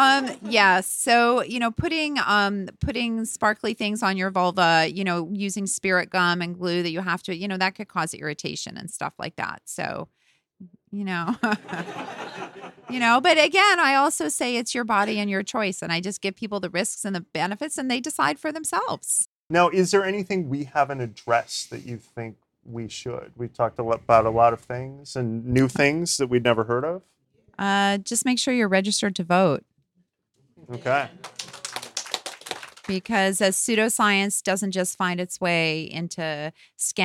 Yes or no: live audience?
yes